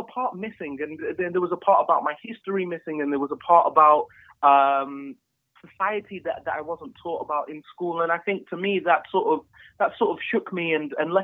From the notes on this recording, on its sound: Please note this episode was recorded over the phone due to Covid-19 restrictions and this affects the sound quality.